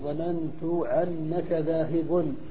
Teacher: وهي إبدالهم الهمزة عينا بقولهم ظننت عنك ذاهب، يريدون ظننت أنك ذاهب. · Term: عنعنة ربيعة